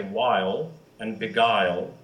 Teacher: When it comes to the L, we have kind of it's called a velarized L, a darkened L in English